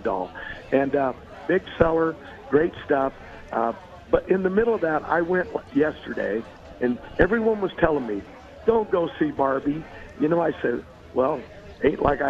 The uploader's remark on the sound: LIVE FROM STURGIS